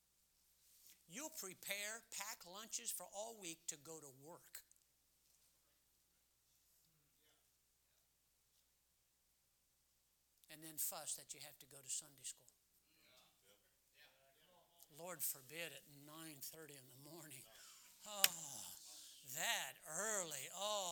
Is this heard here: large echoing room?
yes